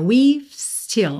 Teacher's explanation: Como você termina o som no V, porque o E final não é pronunciado, e você já está indo para um S, fica quase imperceptível esse VE, né? We've still, ok?